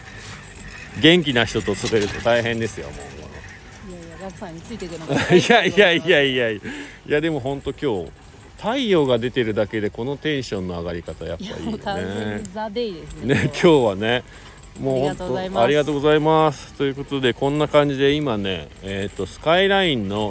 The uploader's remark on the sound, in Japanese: 本日、白馬八方スキー場からの白馬４７スキー場で滑り終了後 車の中から。